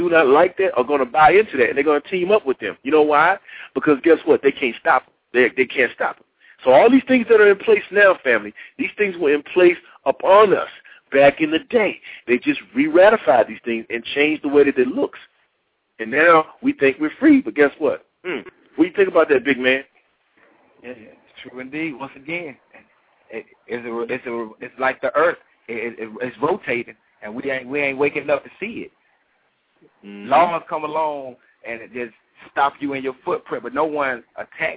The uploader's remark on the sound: Opens the phone lines to discuss the legacy of the Civil Rights Movement.